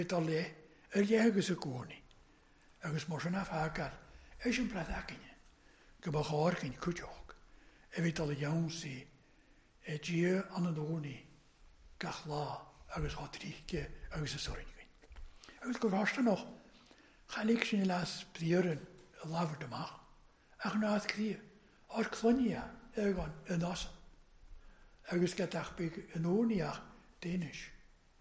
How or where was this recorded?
large echoing room